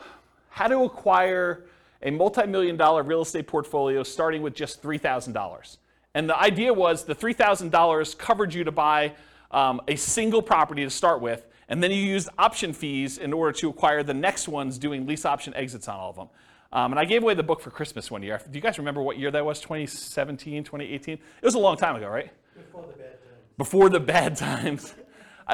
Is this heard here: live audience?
yes